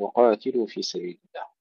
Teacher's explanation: ننتبه إلى عدم همس القاف